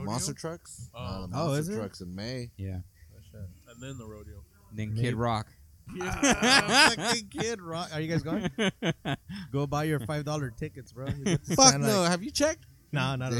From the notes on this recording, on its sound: This episode was recorded at the Salinas Sports Complex during they Street Low Car Show and the weather could not have been better.